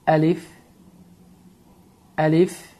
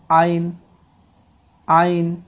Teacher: Əlif hərfindən fərqli olaraq daha sıxılmış formada tələffüz olunur · Shown in: second take · Belə, ayn, ayn.